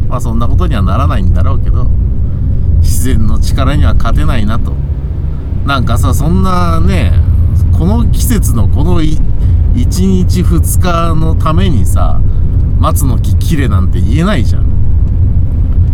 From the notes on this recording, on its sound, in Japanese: 君は助手席で眠っていて。急に深いこと言いだす中年男性が雨の中車を走らせる音声。この収録タイミングの雨ほんとひどかったです。車の走行音と運転手の声を遠くに聞きながら、ぼんやりとまどろんでいただくことを目的にした音声です。